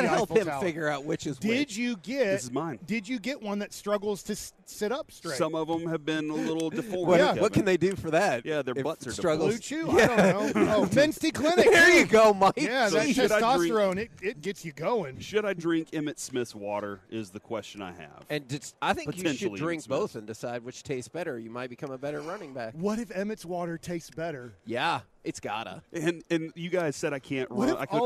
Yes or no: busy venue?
yes